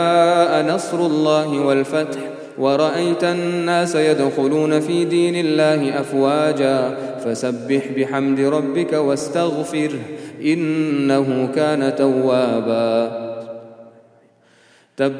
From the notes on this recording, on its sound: at the Houghton Masjid (West Street)